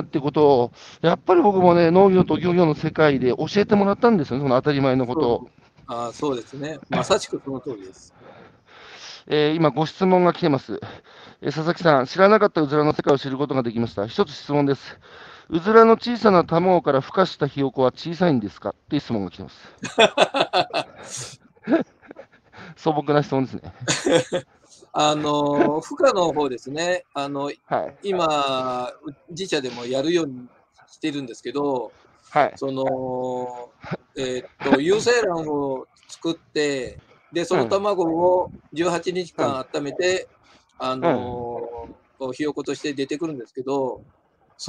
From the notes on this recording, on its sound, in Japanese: 歩きながら1時間、対談する